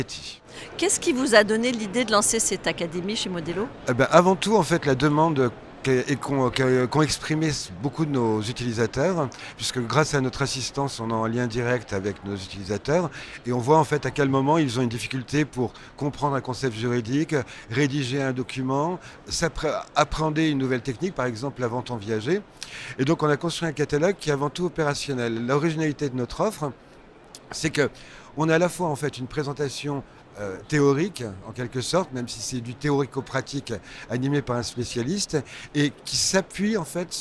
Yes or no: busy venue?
yes